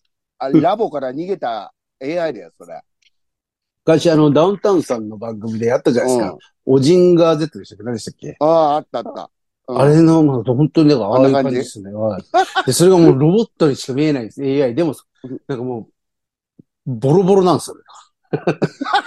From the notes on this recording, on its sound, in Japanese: ZOOMで収録